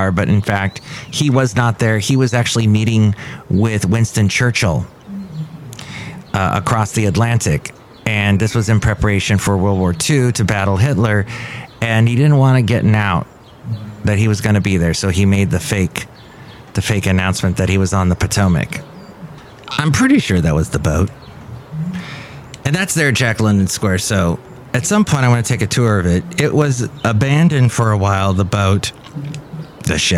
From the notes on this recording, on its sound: podcasts live from Café Anyway